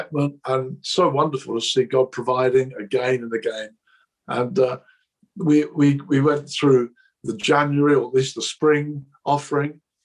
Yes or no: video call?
yes